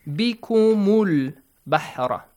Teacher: if you join it connected with the next word, you skip that Hamzatul Wasl of al-Bahra